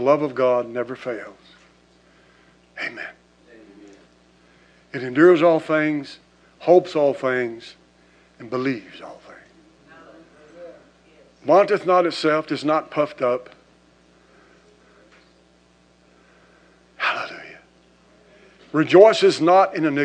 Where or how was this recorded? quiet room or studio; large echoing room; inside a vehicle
large echoing room